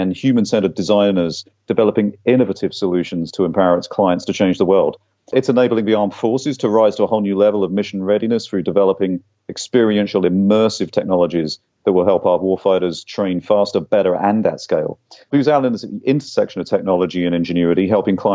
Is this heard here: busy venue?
no